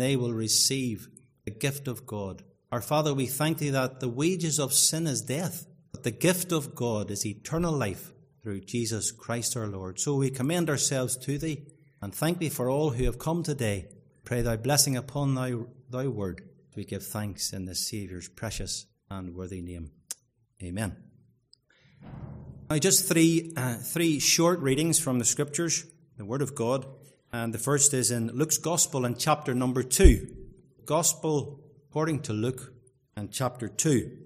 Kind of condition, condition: setting, large echoing room